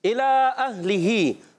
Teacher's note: لام پر کھڑا زبر، اور آپ چھوٹی سی مد بھی دیکھ رہے ہیں، کھڑی حرکات کے بعد حمزہ دوسرے کلمے میں آنے کی وجہ سے مد منفصل